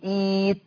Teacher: طب جبت الكلام ده منين؟ قلت إبدال الهمز الساكن ياء مادية لأن الهمزة الساكنة مسبوقة بهمزة وصل مكسورة، فيصير النطق إيت